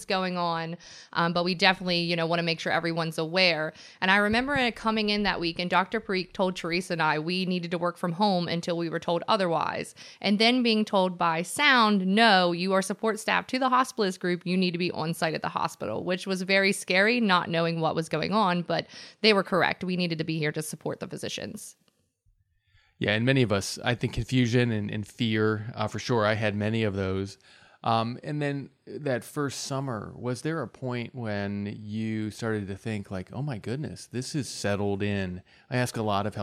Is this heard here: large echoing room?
no